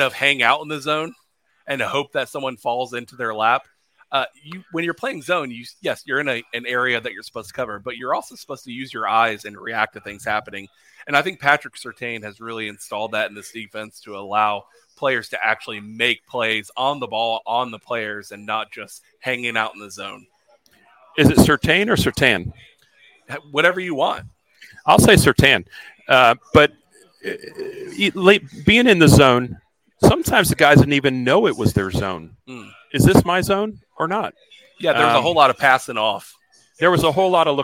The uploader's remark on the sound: Live from Fishweir Brewing Company